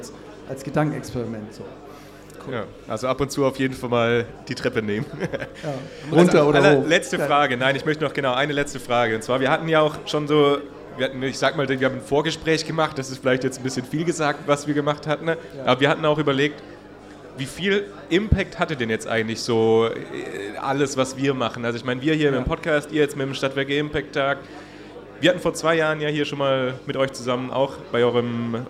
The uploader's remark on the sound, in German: Live vom Stadtwerke Impact Day